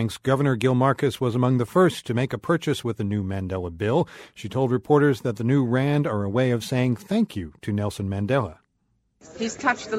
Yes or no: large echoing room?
no